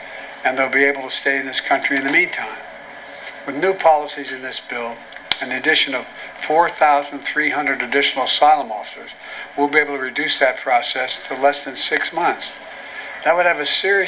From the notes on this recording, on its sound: press conference held at the Border Patrol Station in Brownsville